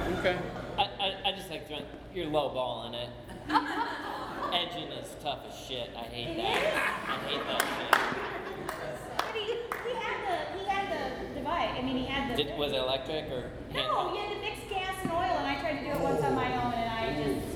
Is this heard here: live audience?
yes